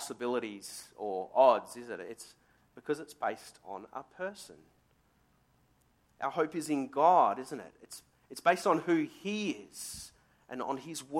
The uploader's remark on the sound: Sermon recorded live from Morley Baptist Church.